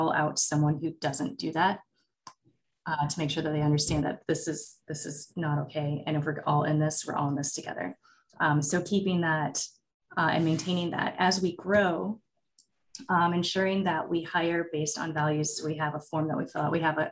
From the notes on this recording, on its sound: In CM Industrial’s latest live webinar, we spoke to water industry leaders.